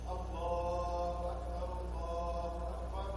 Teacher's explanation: في لفظ التكبير باب التأكيد قلنا الجزم فيها فيجوز المد فيها حركتين، بل هو السنة أن تمد حركتين، الألف الساكنة قبل الهاء يستحب أن تمد حركتين استحبابا، ويجوز مدها إلى ست